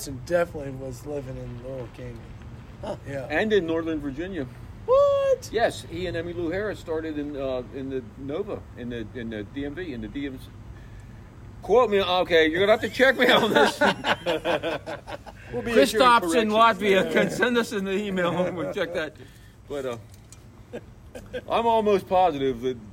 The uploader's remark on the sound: We sat outside for this one!